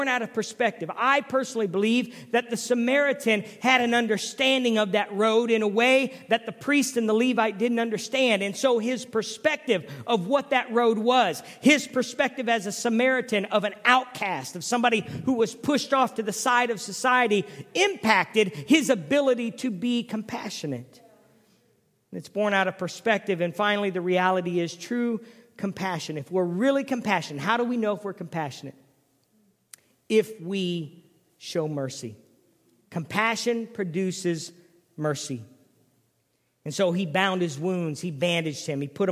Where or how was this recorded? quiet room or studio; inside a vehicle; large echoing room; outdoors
large echoing room